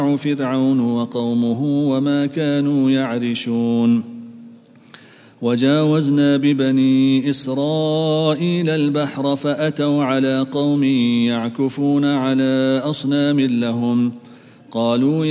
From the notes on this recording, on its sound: at the Houghton Masjid (West Street)